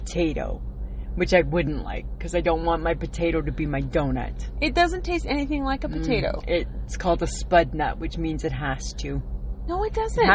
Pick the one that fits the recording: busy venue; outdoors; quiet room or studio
outdoors